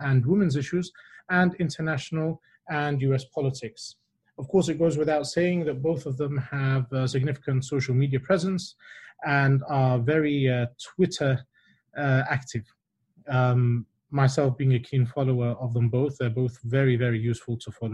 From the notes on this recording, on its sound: The recorded live webinar from 11 June